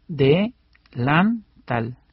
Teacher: El acento lo lleva la sílaba tal, porque suena más fuerte.